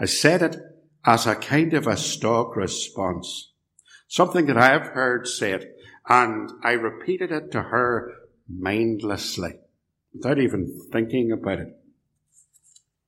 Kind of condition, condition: setting, large echoing room